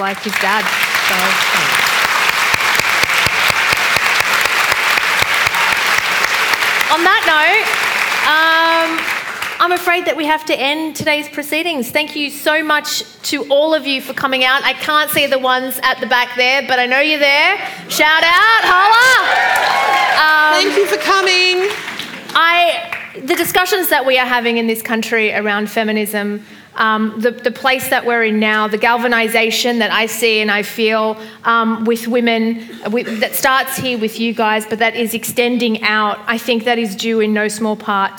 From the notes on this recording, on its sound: This is a live recording from our event.